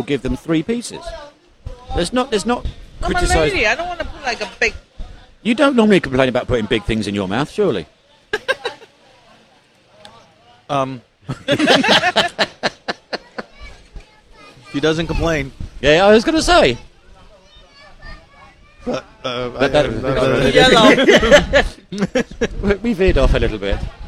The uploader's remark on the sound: BBQ remote show. This episode was recorded from Shantou Lo's BBQ in the Doumen District of Zhuhai.